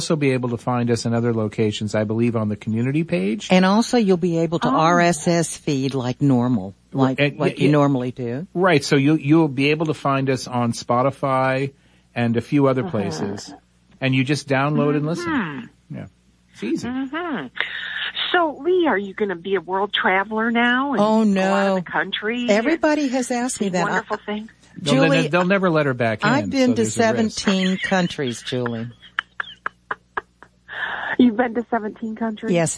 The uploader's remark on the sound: Open phones. Las Vegas NV.